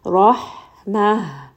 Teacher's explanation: كَتَبَ عَلَى نَفْسِهِ الرَّحْمَةِ Ra here is going to be heavy. Ha is going to be from the middle of the throat. And then when we are stopping here, that marbuta is also going to be from the lower throat.